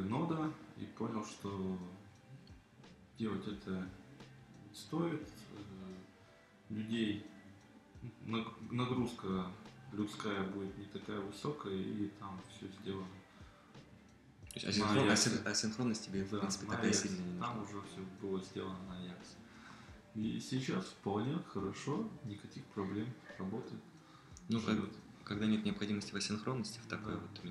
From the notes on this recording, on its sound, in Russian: Приношу свои извинения за столь долгий релиз и низкое качество записи — это мой первый опыт в записи и работе со звуком.